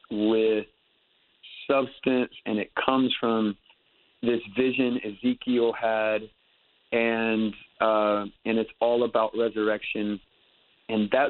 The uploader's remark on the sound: on his Batphone!